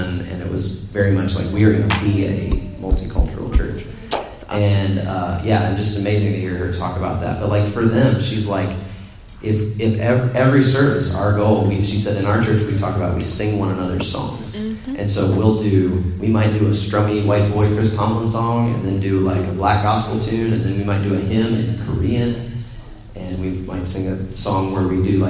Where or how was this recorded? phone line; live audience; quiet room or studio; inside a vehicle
live audience